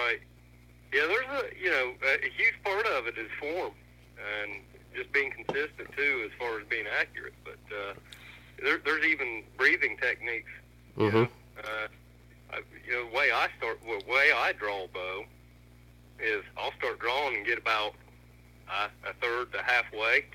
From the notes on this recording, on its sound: burnt the phones lines to Southern Ohio